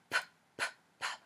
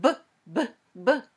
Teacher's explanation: you can feel that your vocal cords are vibrating. · Shown in: second take · They're shaking a little bit.